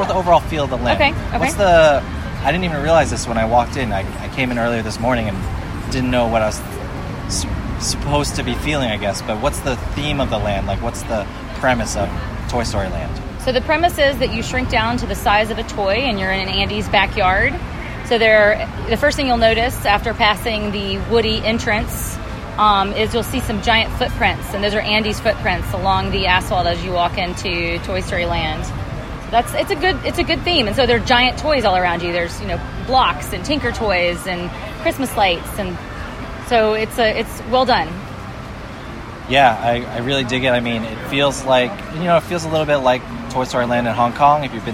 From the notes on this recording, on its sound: Toy Story Land is the newest section of Disney's Hollywood Studios. Recorded their initial impressions LIVE in the parks.